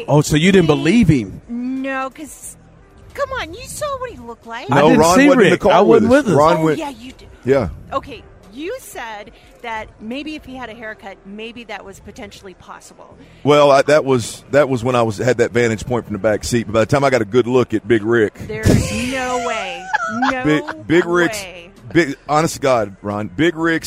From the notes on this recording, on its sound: THE DRIVE is LIVE in Vegas for the Super Bowl!